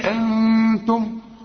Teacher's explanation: إذا وصلنا هنمد أربع حركات عشان بعد المد همس، الذي أنتم ودنون محتاجة غنة علشان التاء من حروف الإخفاء هنا